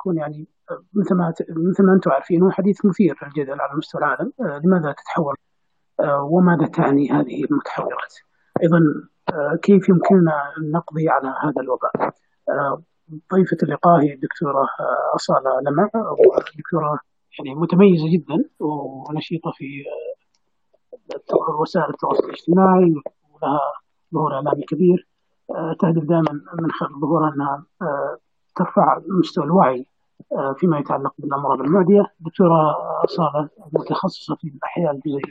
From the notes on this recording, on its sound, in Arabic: لقاء مسجل من مساحة عقال في توتير. البودكسات مسجل وهناك هدوء في البداية وتقطع في الصوت بسيط.